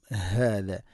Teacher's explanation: ഹാദ തൊണ്ടയുടെ താഴെ ഭാഗമാണ്. ഹ ഇൻ്റെ മഖ്റജ്